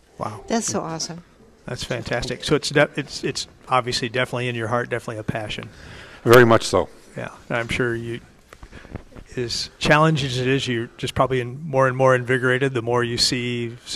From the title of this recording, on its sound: Live at Prairie Gardens